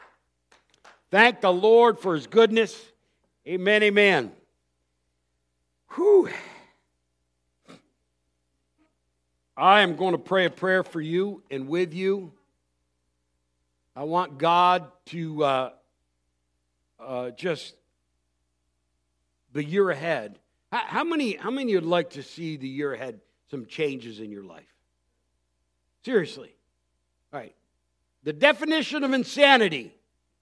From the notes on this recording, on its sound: Recorded Christmas Eve service on December 24th, 2023